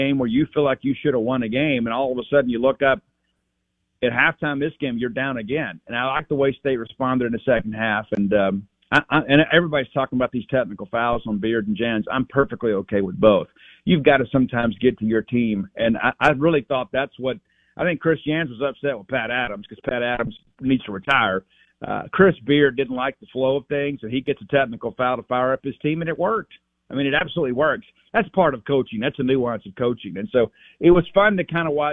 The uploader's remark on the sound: Joins the show on the Farm Bureau guest line talking all things Bulldog sports live in the BankPlus Studio.